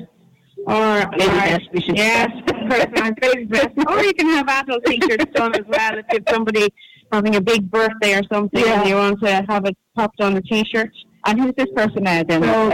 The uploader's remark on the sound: INTERVIEW HIGHLIGHTS - Tulla country market. Broadcast from the Stand at Tulla GAA pitch as part of Tulla Music Festival.